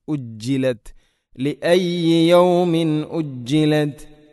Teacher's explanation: ജീമിന് ഷദ് ഉണ്ട്, അതിനെ പ്രത്യേകം എടുത്തു കാണിക്കണം